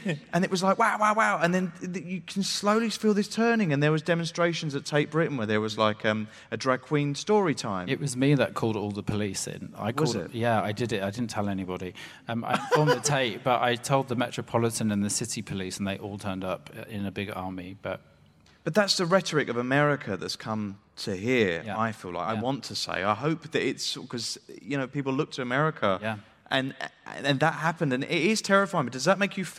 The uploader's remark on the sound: Live at Hay Festival